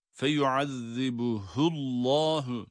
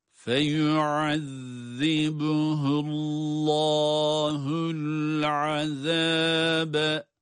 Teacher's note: Allah lafzındaki lam harfi kalın okunacak. Evet, çünkü kendisinden önce ötrü hareke var.